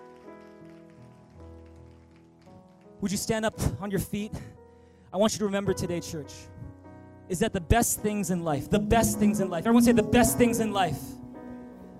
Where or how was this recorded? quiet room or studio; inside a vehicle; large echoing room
large echoing room